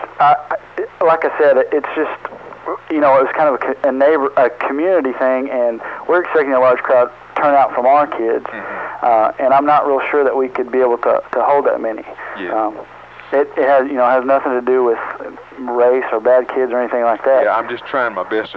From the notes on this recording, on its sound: RBCP's Personal Prank Phone Calls Collection